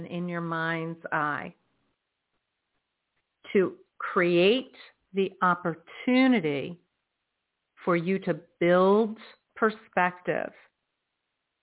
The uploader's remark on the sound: In response to callers' questions. On air.